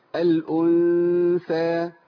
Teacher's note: الغنة مفخمة ولا مرققة؟ عند الثاء عندما تلتقي النون بالثاء نون الساكنة مرققة